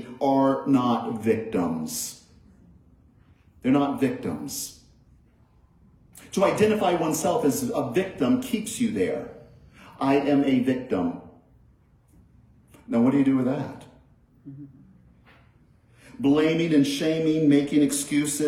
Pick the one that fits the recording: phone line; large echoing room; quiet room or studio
large echoing room